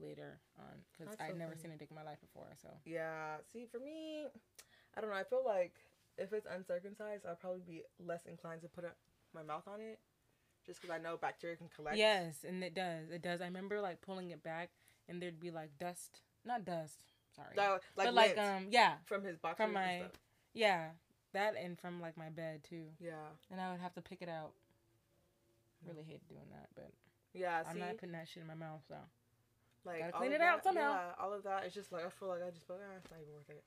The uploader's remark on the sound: We apologize for the low sound on this episode we are still trying to get used to the mics.